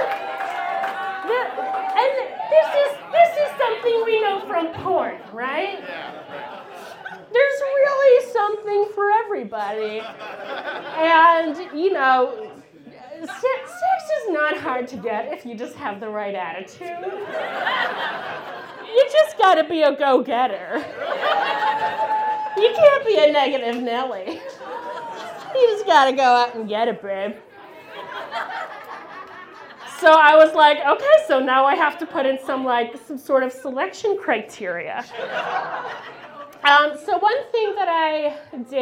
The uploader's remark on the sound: About Last Night is a monthly recurring episode releasing a single story from the previous evening's live event! Goes south is a live storytelling event out of Charlotte, NC. This podcast combines audio recordings from these live events. Goes south live events take place on the 3rd Tuesday of the month at Petra's in Historic Plaza-Midwood, Charlotte, NC.